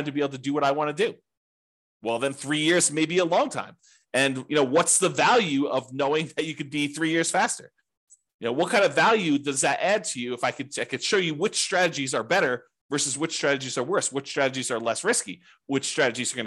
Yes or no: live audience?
no